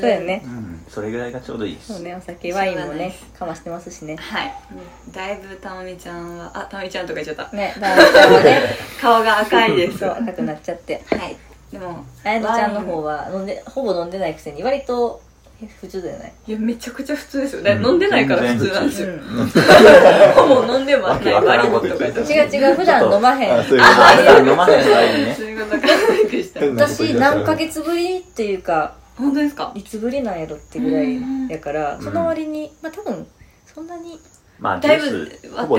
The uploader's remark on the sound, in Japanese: お鍋でグツグツ作業しながらの収録だったので、ちょっぴり（かなり）ガチャガチャした音声をお届けしちゃってます。